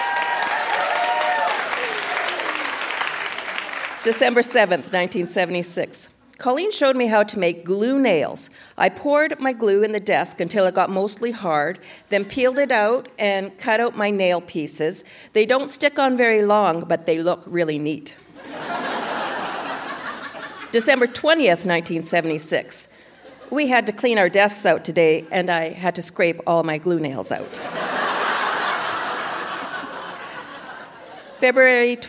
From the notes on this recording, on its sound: Recorded live at the Park Theatre in Winnipeg.